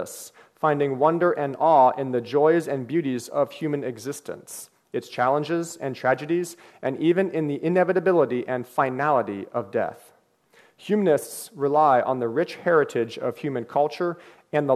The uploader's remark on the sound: The apologetics conference held in Paduc ah, KY last June. The apologetics conference held in Paduc ah, KY last June. I also included the questions and comments, which went for another half hour.